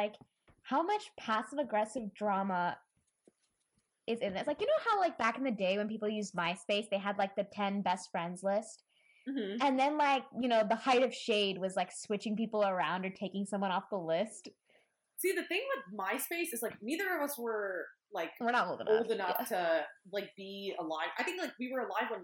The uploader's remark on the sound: Please excuse the dodgy audio, we're still working out some kinks.